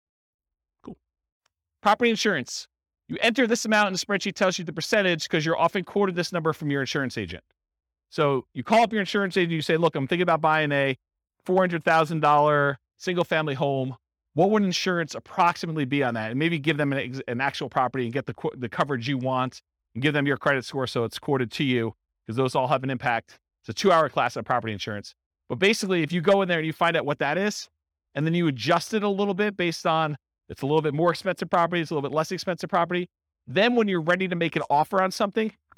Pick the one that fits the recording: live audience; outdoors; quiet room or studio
live audience